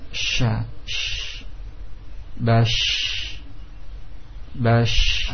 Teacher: menyebarnya aliran nafas di antara lidah dengan langit-langit, antara lidah dengan langit-langit ke berbagai penjuru. Ya, karena menyempitnya tengah lidah dengan langit-langit sehingga menyebar udara ke depan ke seluruh penjuru. · Term: tafashi